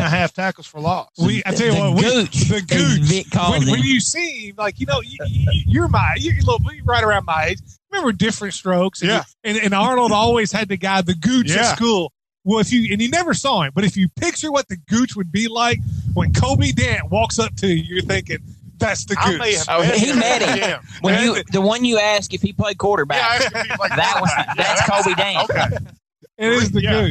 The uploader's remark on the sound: Live at McLean County for a Tailgate Show courtesy of Whitaker County as McLean plays host to Webster County in the Kroger KSR Game of the Week.